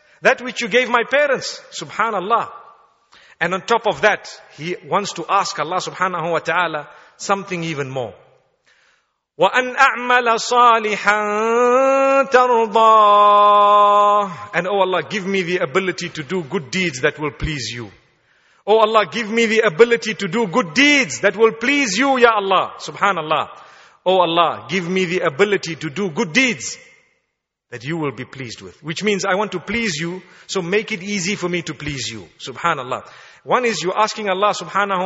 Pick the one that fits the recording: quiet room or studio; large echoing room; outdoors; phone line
large echoing room